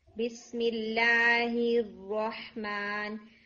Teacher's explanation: now the हा is very very weak